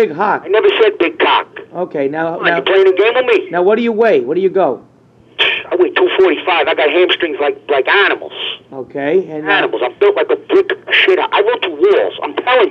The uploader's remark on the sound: Prank Phone Calls